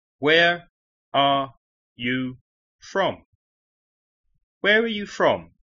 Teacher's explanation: Las dos palabras que se oyen más fuertes son where y from.